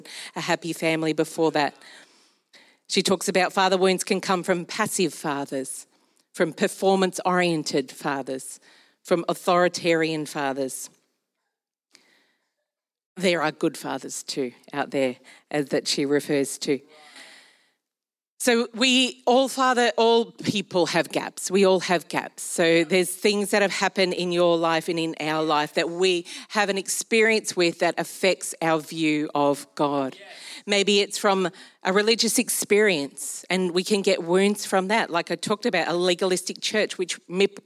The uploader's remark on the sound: Recorded during our Melbourne East service